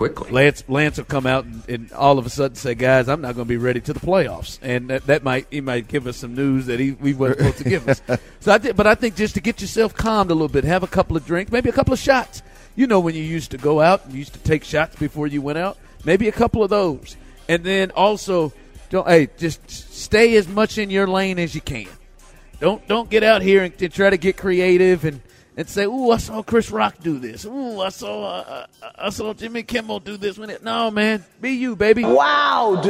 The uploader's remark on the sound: THE DRIVE is LIVE from the Red Carpet!